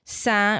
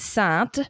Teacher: And then, of course, Saint in French, Saint would be the male and Sainte is the feminine male, the masculine and the feminine. The E on the end makes the T slightly pronounced. · Shown in: second take